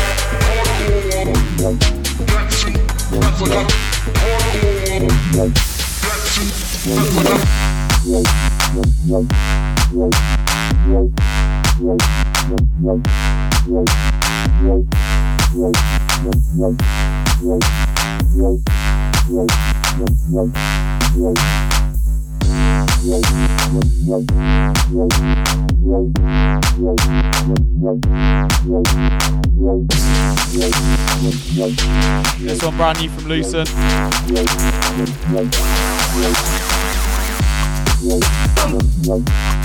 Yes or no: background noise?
no